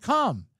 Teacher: You don't pronounce the L